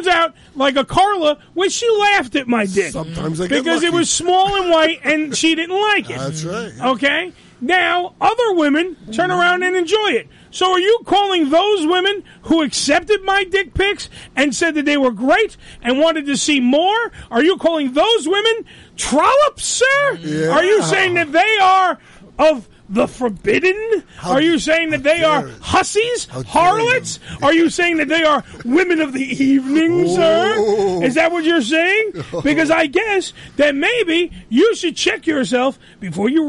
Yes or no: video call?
no